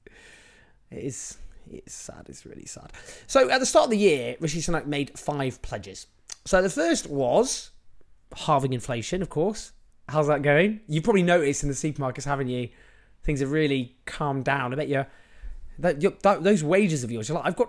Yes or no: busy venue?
no